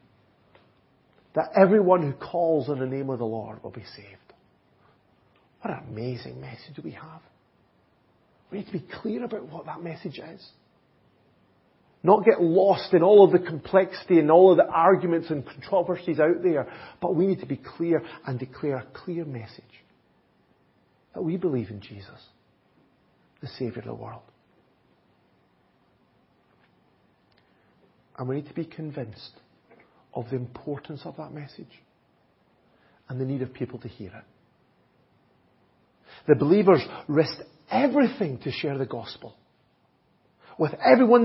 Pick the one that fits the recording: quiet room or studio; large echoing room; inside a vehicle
large echoing room